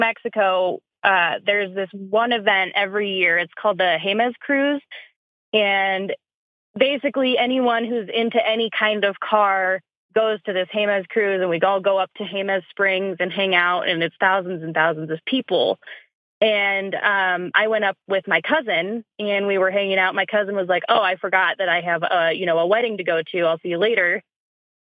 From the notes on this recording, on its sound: It's just a three-way phone call, but this week's callers are a married couple.